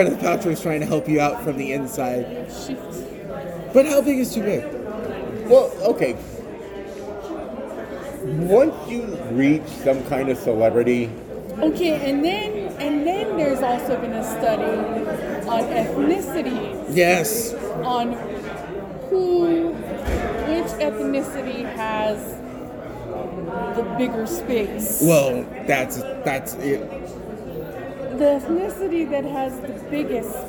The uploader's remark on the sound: Your squirrels went out for our weekly cheat meal and decided to record a couple episodes right there on location at the Rio Hotel and Casino.